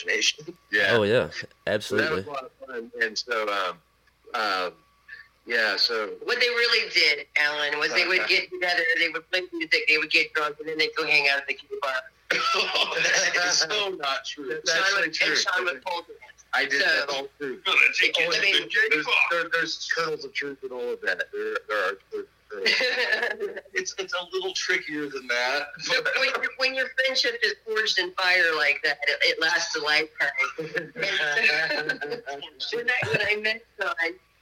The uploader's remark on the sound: burnt the phone lines